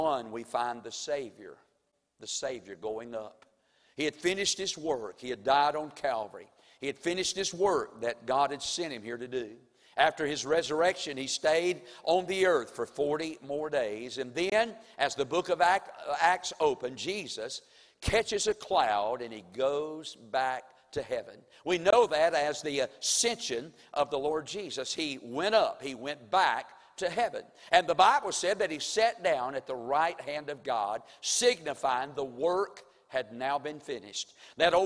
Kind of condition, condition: setting, large echoing room